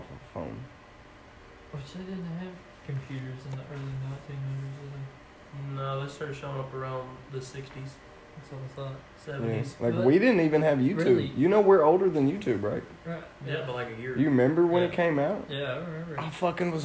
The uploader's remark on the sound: Forgot the recording equipment!